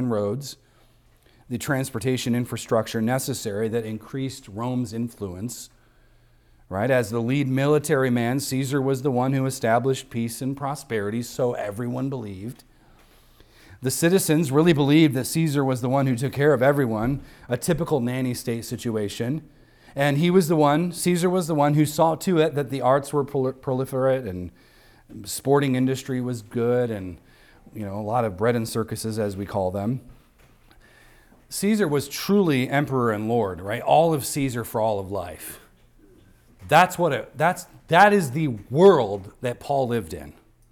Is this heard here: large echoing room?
yes